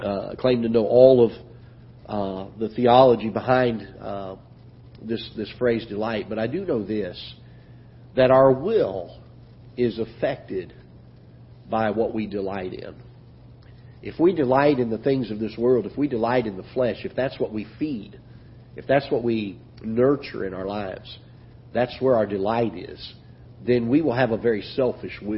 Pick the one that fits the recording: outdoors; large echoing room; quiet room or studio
large echoing room